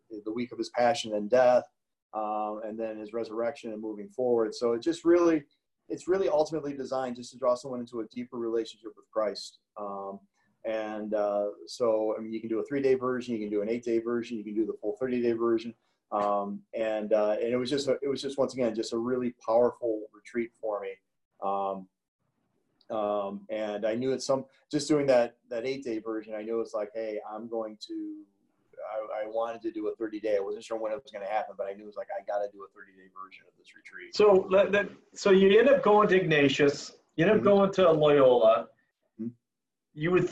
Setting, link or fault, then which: link, video call